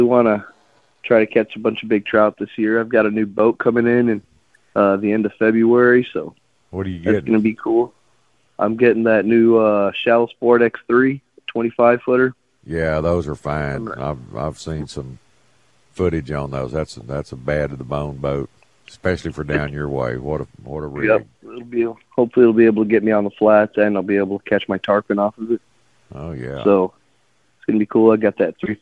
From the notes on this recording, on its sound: Takes a few phone calls from the sickos.